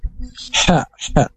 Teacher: Dan itu bukan kol-kolah, jadi dibacanya harus jelas sesuai dengan makhraj huruf H dari tenggorokan. Ha, dan desis ada keluar angin.